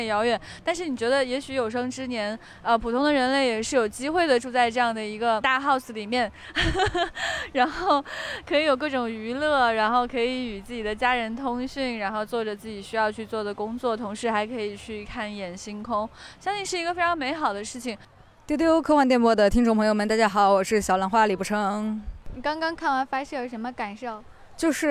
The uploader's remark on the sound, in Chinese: 来自天河核心舱 发射现场的特别节目。中国空间站发射现场实录。